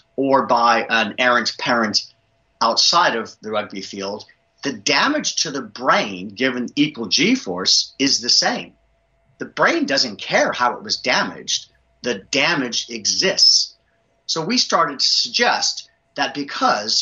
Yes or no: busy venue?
no